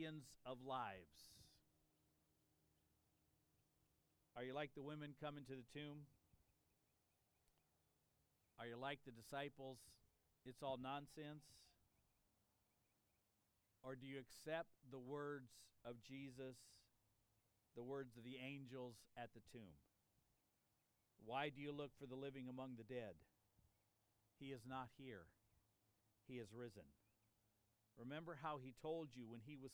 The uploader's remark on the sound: This sermon was preached on Easter Sunday, April 9, 2023 in an outside worship service. (That helps to explain the birds and the planes in the background!).